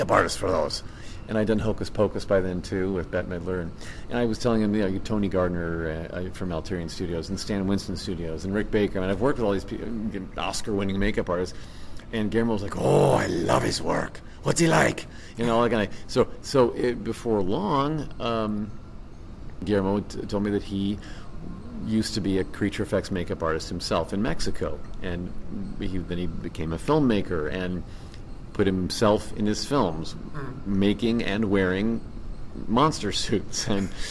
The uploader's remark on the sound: complete coverage of Crypticon 2009, live from Seattle!